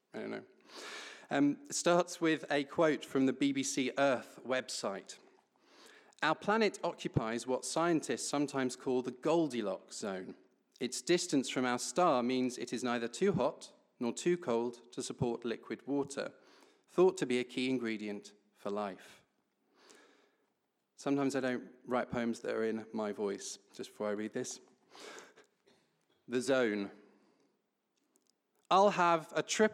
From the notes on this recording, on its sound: A live recording of the National Poetry Competition 40th Anniversary Readings at Kings Place, held on 20th March 2019